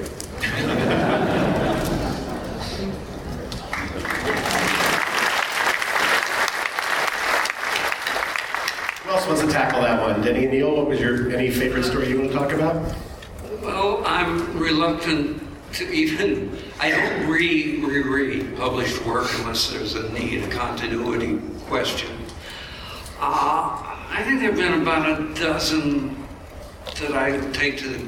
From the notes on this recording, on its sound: Batman 75 panel SDCC 2014. Recorded at San Diego Comic Con 2014.